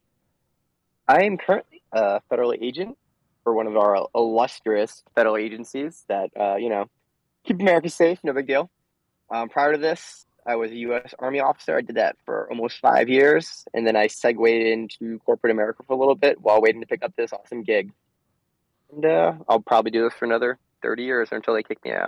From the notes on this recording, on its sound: The Feds phone